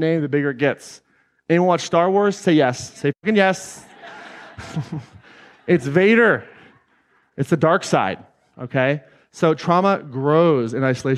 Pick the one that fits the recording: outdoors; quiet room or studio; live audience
live audience